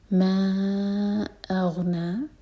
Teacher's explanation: ما چار حرف کا لمبا مد منفصل ہے، اغنا غین پر جھٹکا نہ ہو، اور نا دو حرف کا لمبا نون پر فتح ساتھ میں الف مکسورہ.